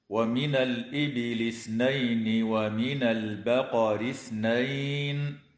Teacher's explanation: لام التعريف في كلمة الإبل وقعت قبل الهمزة فحكمها الإظهار، وكذا اللام في كلمة البقر وقعت قبل الباء فحكمها الإظهار أيضا.